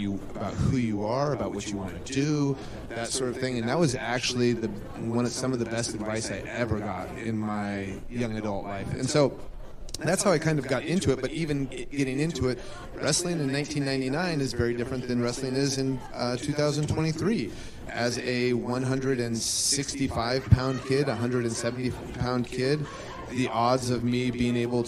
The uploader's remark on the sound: Recorded live at Starrcast VI in Chicago, Illinois.